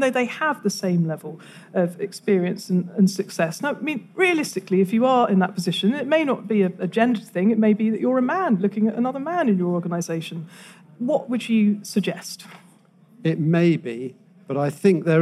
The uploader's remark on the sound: At the recent FT Weekend Festival in London